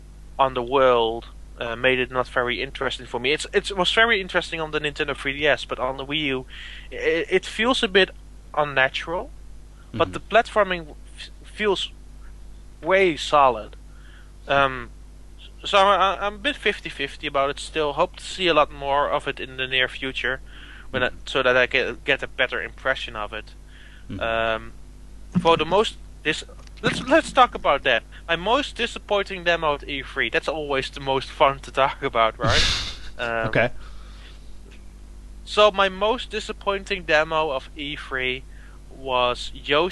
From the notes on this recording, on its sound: LIVE FROM JAPAN. Live recording featuring listener call-ins.